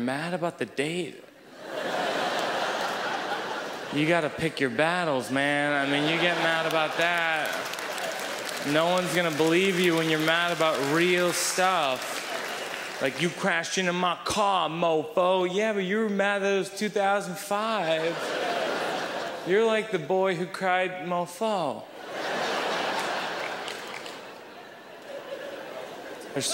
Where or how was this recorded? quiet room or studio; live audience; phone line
live audience